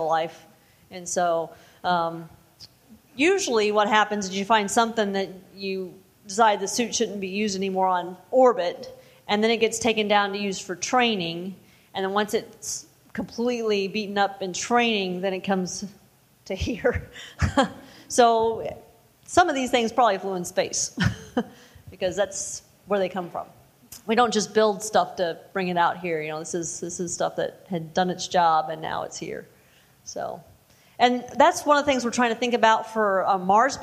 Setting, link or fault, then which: setting, live audience